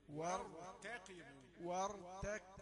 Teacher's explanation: هي قاف يعني في آخر درجات التفخيم لكنها ما زالت قافا